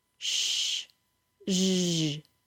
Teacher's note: These sounds are also fricatives and we make them by pushing air out between the area of the tongue right behind the tip and the back of the tooth ridge. A ZH sound is a voiced SH sound.